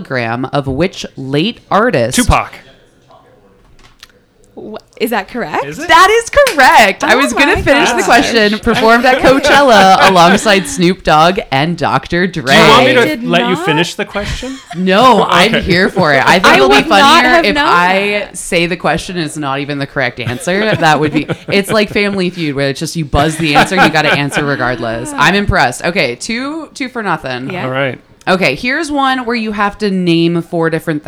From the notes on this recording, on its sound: Broadcast live from Goldie's Convenience in Downtown Kitchener.